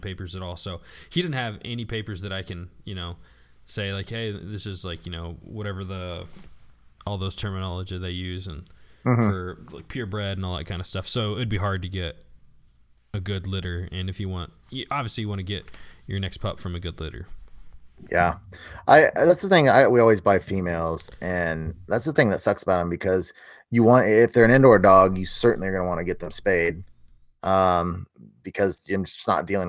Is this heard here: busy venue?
no